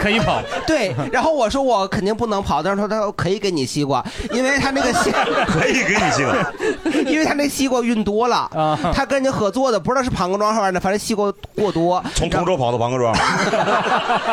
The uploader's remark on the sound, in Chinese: 这是一档由喜剧演员们和现场观众朋友们共同录制的播客节目。